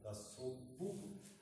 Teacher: Как тасобби. Б сохраняет удвоение перед гласным. Тасобу.